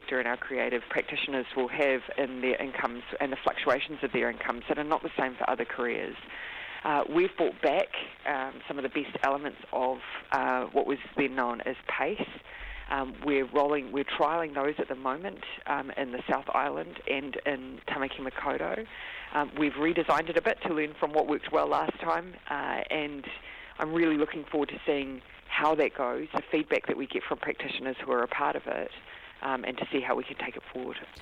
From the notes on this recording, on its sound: The Prime Minister phones up for a chat.